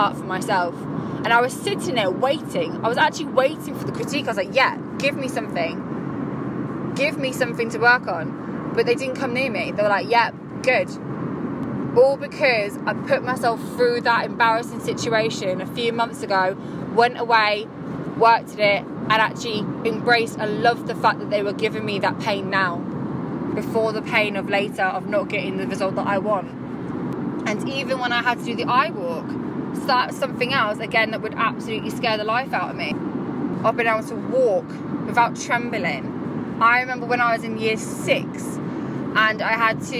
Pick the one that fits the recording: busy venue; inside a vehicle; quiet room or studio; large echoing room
inside a vehicle